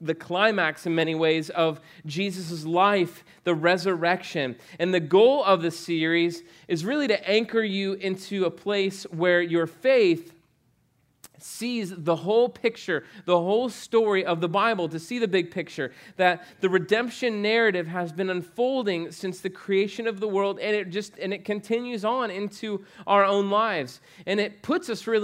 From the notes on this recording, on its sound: preached on November 8, 2015 at Veritas Short North